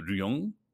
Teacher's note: if you take it and then say it with a Japanese accent where LR gets confused, it turns into ryung